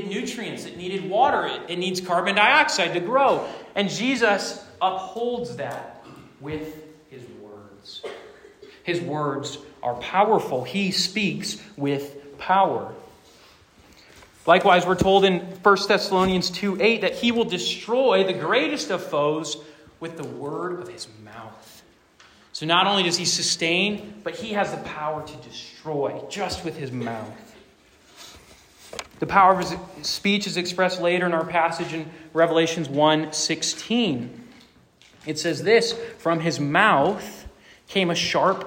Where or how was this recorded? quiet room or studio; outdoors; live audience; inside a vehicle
live audience